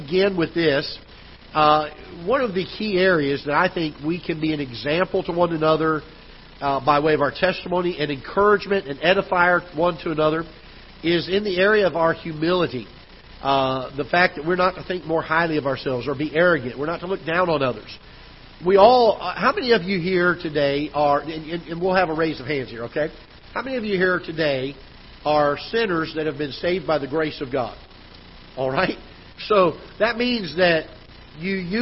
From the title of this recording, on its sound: Ketha Heights Baptist Church ~ Live Broadcast